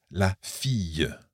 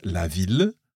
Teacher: We've got a y sound against the l sound, if you want.